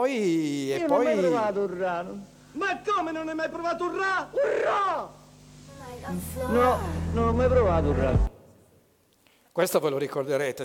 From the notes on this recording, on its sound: TEDxLegnano. This talk was given at a TEDx event using the TED conference format but independently organized by a local community.